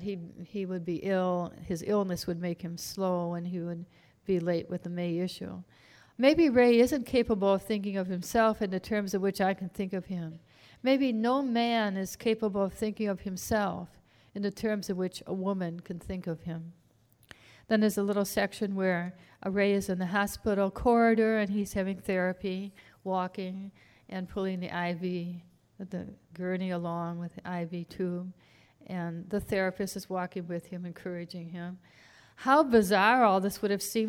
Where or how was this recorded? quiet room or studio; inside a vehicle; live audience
live audience